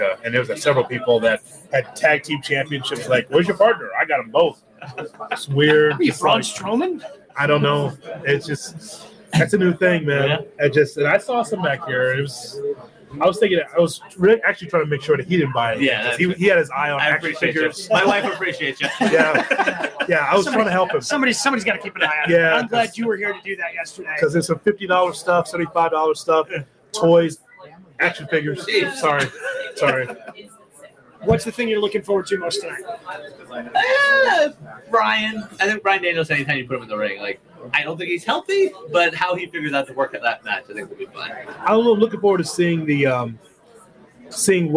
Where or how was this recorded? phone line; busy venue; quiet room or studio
busy venue